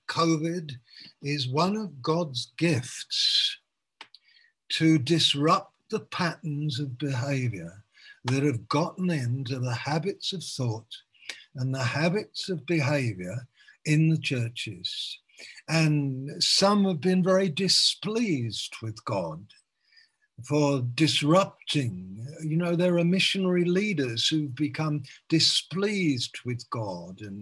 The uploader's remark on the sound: Malaysia Meets (Zoom)